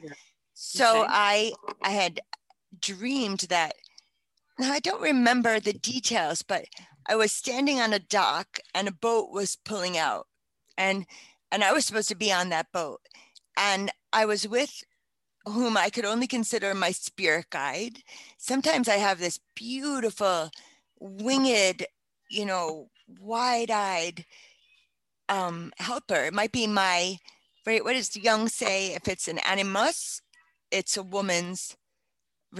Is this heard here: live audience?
no